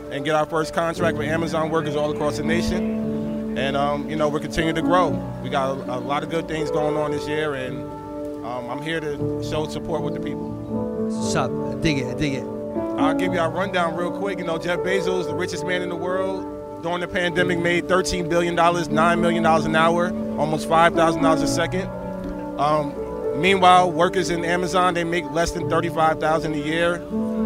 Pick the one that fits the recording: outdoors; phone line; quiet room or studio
outdoors